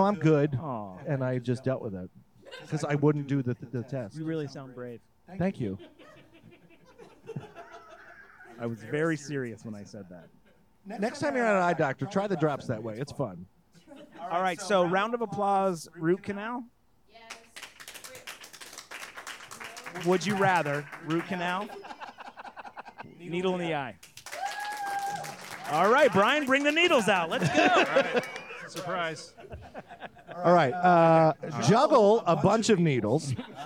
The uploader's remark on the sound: Recorded live at Comedy Arts Theater of Charlotte.